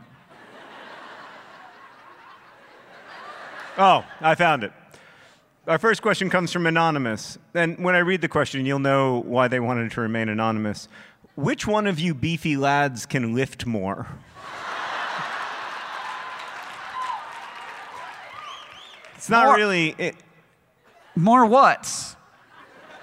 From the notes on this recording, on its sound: Live at PodCon! This episode was recorded live at PodCon 2 in Seattle, WA.